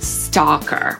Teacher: Amerykanie szerzej otworzą buzię, wymawiając tę samogłoskę w tym słowie i powiedzą stalker.